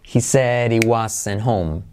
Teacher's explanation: Ahí podría saltar la H de home, pero es un poco más forzado.